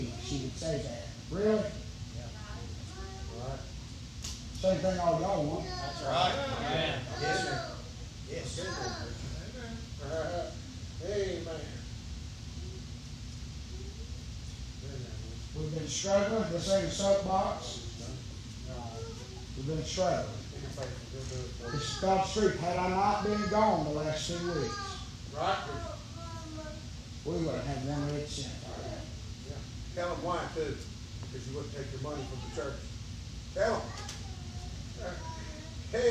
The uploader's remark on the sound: preaching live from Still Water Baptist Church